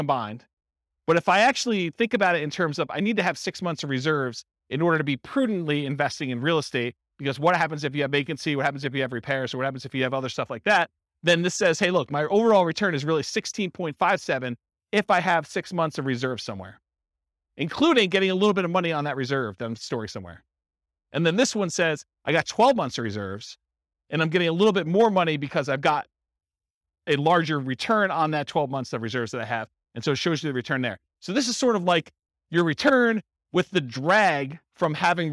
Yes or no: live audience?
yes